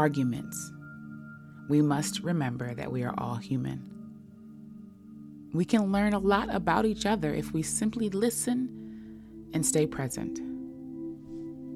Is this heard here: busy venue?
no